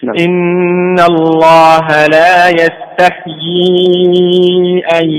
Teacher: سكن الحاء وبين الياء. إن الله لا يستحيي أن، لا تضغط على الياء، إذا ضغط عليها يعني صارت يعني شديدة جدا.